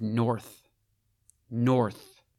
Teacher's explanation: It's a solid and strong and hard word, with the strong N and R sounds more than making up for the weaker TH th sound that ends it.